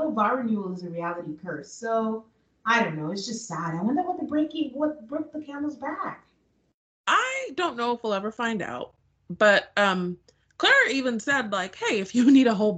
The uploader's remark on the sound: We unfortunately had audio issues this episode